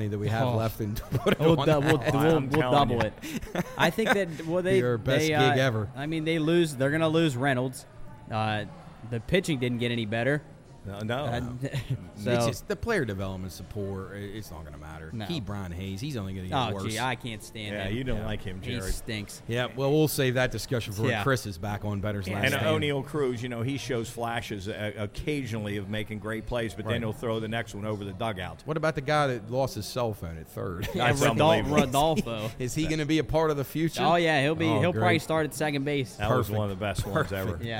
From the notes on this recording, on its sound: LIVE at Generations. LIVE on location.